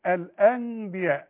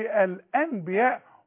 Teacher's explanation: بنقلب النون الى ميم ونخفيها · Shown in: first take · نقول الأنبياء، ما اقولش الأنبياء واضرب لساني في حلق بوقي.